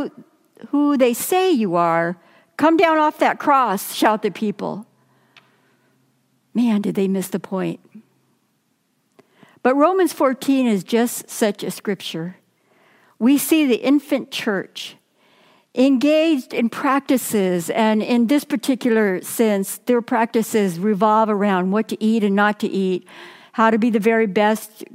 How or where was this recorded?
large echoing room